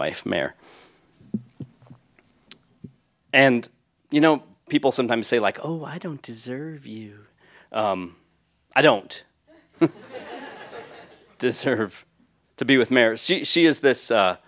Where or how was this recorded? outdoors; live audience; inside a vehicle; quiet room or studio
live audience